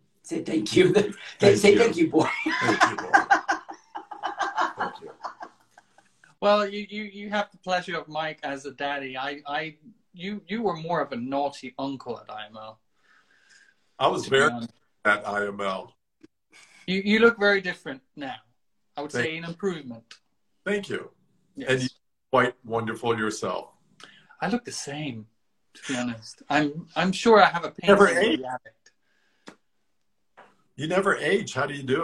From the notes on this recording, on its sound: Recorded on 29 August 2020 on Instagram Live